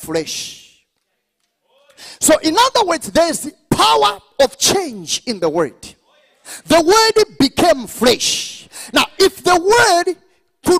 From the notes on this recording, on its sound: This teaching was extracted from our Live Church Service on the Sydney Campus Grand Opening.